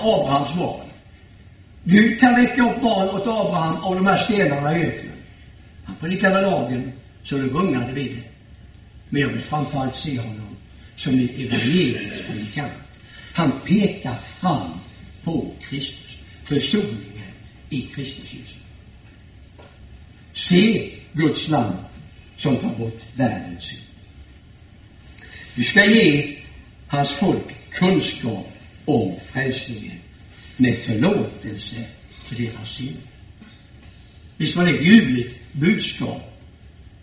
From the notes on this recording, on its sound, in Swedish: Gudstjänst i Ljungby. I S:t Markus församling i Ljungby.